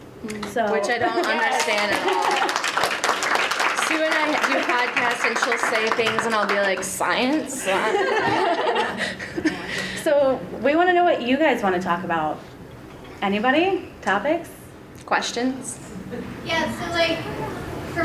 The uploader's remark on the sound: WAW Dragon Con Panel